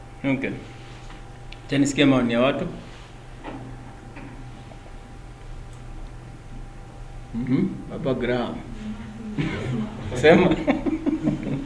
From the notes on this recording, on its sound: A verse by verse study with a live class held at Sirikwa Pentecostal Fellowship Eldoret on 22 August 2021.